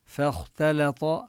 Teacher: وهنا نبين الفاء مرققة والخاء مفخمة، الفاء من حروف الاستفال أما الخاء من حروف الاستعلاء، فاختلط، وهنا كذلك نبين التاء مرققة، الخاء لو وقعت بين الفاء والتاء الخاء مفخمة أما الفاء والتاء مرققان.